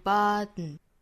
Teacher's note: 这个词其实有一个鼻腔爆破在里头